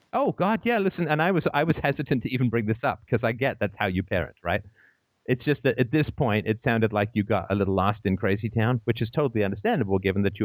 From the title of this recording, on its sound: Call In Show